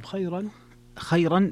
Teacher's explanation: فيها ترقيق الراء لورش